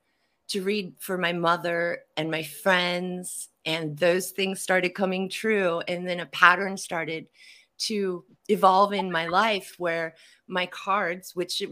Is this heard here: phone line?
no